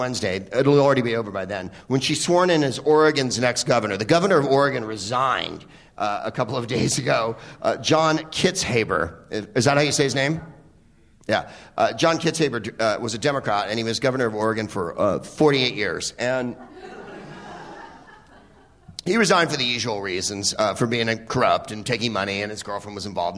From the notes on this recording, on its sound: Live from the Upfront Theater in Bellingham